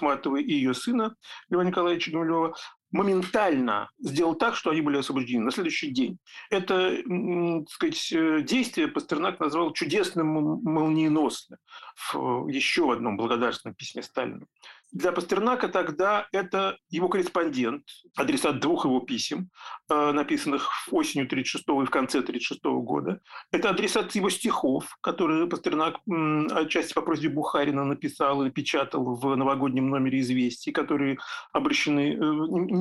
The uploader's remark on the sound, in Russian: в зуме, приносим извинения за качество звука!